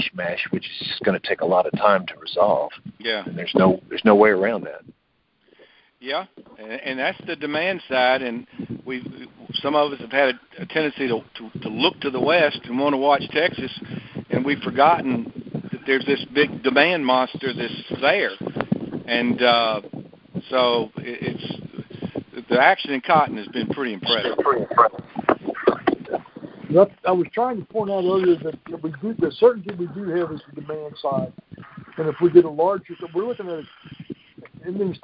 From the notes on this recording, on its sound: Recording of the June 2021 Monthly Conference Call On Cotton.